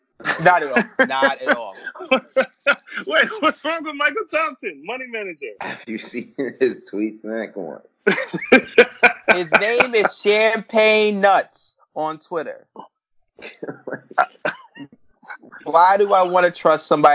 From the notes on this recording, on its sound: Sorry about the sound quality